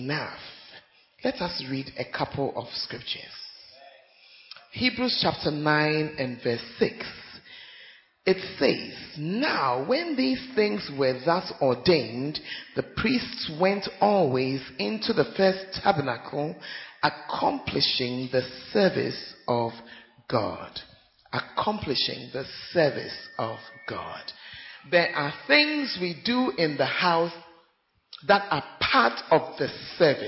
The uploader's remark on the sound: Preached At Central Assemblies Of God, Ho.